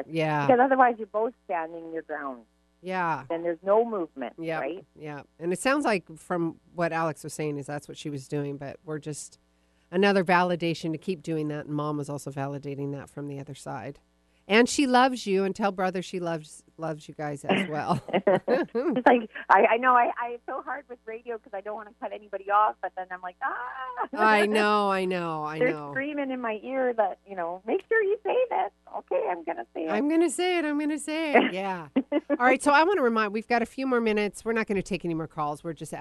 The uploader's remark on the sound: Call in show LIVE!